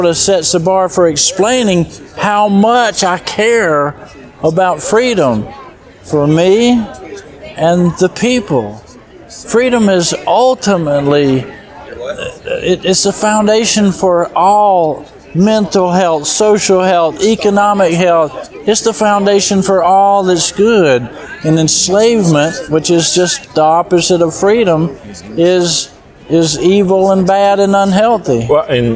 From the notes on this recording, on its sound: at the recent Homesteaders of America conference